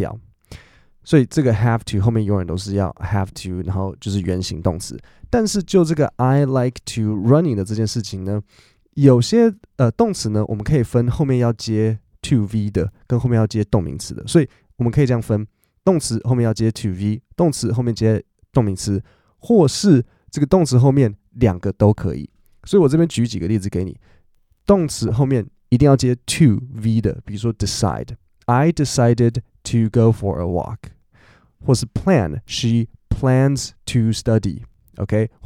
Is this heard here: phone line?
no